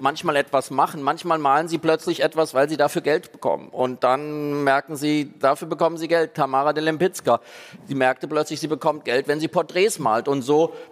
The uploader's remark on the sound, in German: Diese Folge von "Augen zu" wurde vor Publikum beim ZEIT ONLINE Podcast-Festival aufgezeichnet. Und so reagieren die beiden Gastgeber des Podcasts auch auf Fragen von Zuhörerinnen und Zuhörern.